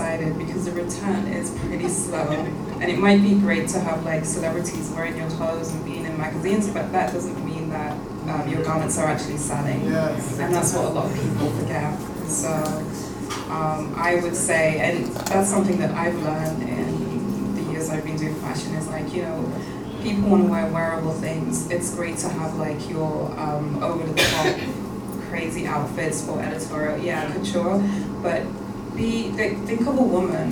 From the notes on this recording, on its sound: audio from The Folklore's sold-out New York Fashion Week panel discussion hosted last month at the Museum of Contemporary Diasporan Arts in Brooklyn, New York.